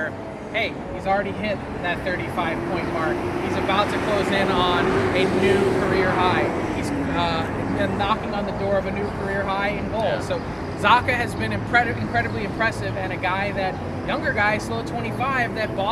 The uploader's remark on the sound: LIVE FROM NHL ALL-STAR WEEKEND. Live in Florida for NHL All-Star weekend.